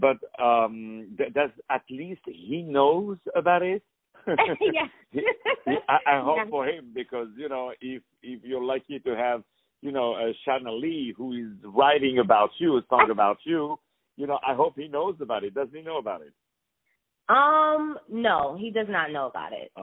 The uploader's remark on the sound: On the phone